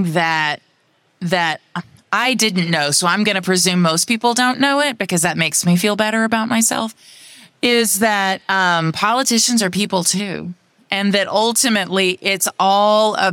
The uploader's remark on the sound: recorded live at APTA TRANSform Conference and EXPO